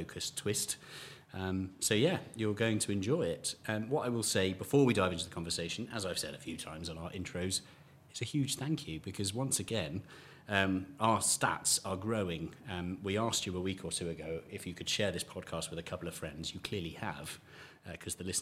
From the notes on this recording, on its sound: conversation recorded at the Classic Car Show at the NEC